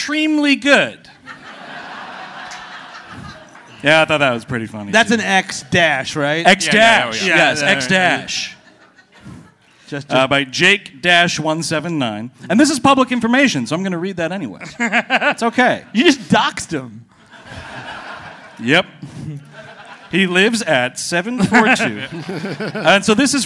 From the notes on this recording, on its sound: Recorded live at City Winery in Chicago, IL.